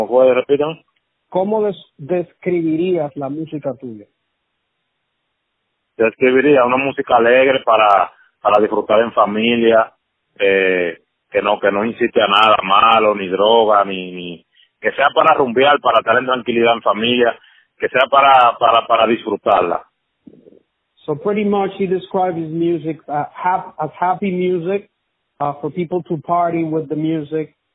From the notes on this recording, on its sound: On the phone.